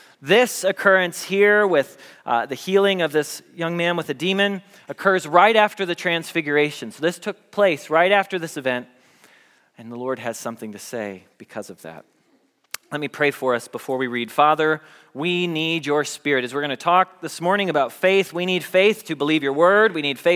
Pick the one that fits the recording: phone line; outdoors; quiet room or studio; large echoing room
large echoing room